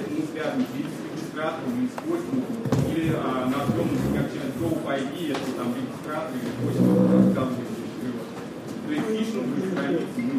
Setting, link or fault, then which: setting, live audience